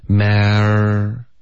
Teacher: 我们有一个 ma 的开头，是一个梅花 a 的开头，ma，再滑到一个儿化音，mar